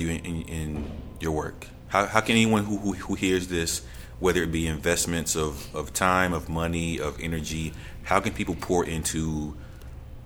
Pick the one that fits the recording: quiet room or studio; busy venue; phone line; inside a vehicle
busy venue